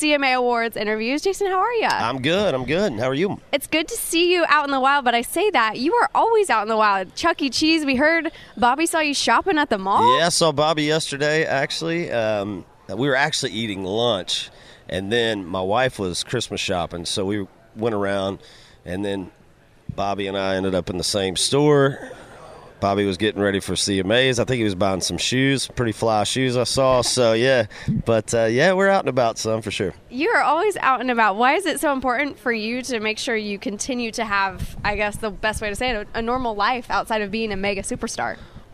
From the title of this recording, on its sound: CMA Awards Backstage Interviews